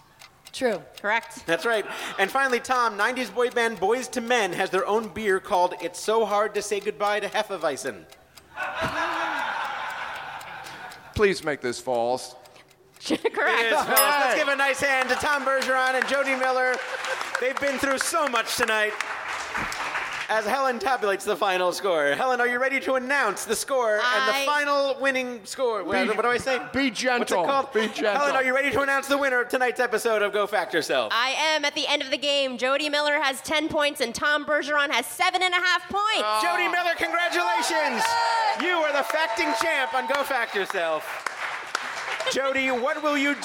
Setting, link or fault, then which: setting, busy venue